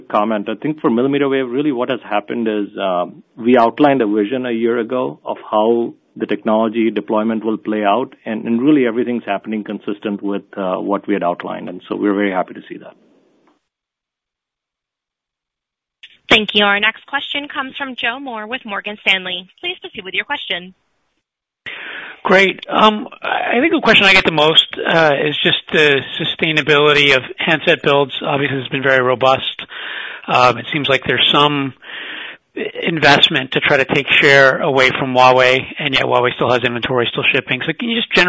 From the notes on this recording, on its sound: Earnings Conference Call